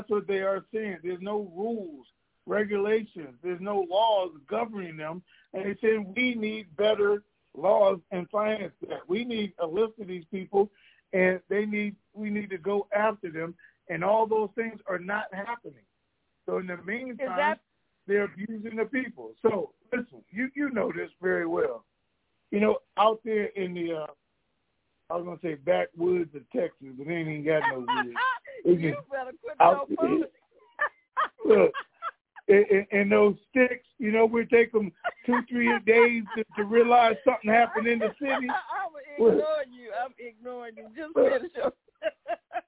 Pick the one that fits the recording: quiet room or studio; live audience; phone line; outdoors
phone line